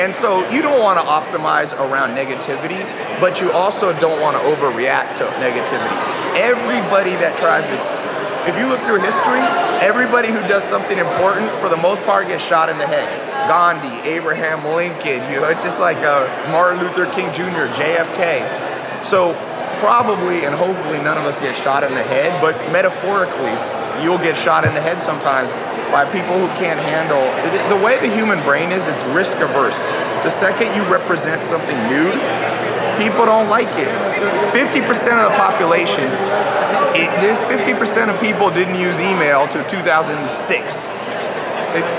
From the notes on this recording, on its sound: This is a recording from some of my time at the Bulletproof conference.